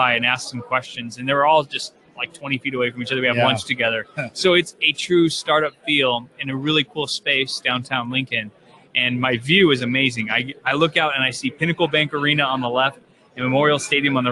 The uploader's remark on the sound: Live from Infotec 2016.